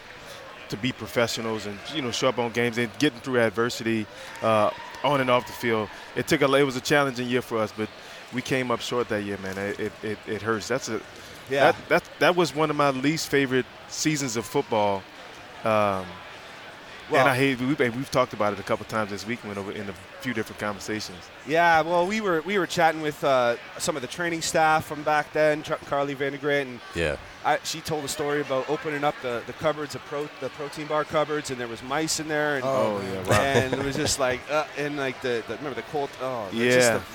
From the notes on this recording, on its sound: at the Grey Cup Festival in Hamilton